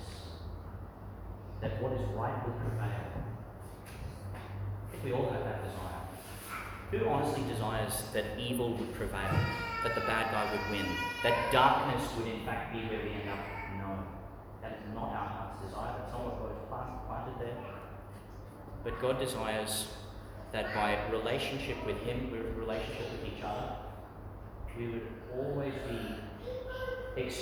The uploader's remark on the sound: Homily for the Twenty-nineth Sunday in Ordinary Time, delivered St Peter Chanel Church, Tannum, Qld.